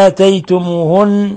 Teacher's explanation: حرف غن مشدد يغن مقدار حركتين